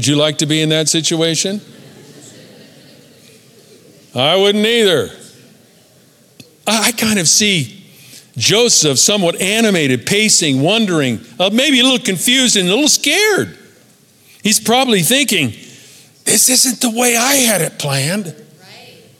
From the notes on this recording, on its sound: Recorded at Capital Church Meridian, Idaho